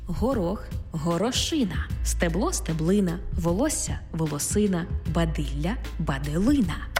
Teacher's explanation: В іменниках, які позначають одиницю з певної множини, падає наголос на «ина».